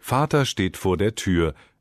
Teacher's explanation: der Laut ist entweder geschwunden, wie in Vater, oder er ist zu einem dumpfen und schwachen A vokalisiert, wie in vor der Tür.